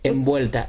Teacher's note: so there's not a big difference between a B and a V.